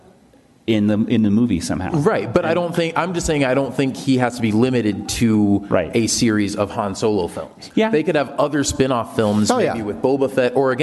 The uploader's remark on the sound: Phoenix Comic Fest. Then join the show for their panel from the convention.